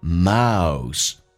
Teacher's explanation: most 这个发音要非常的饱满，先发 a 再发 u，嘴巴掉到极限往前推再往上，有一个弧度叫 most。 Most T letter T issilent， T 不发音，后面是以辅音开头，所以这个叫略音。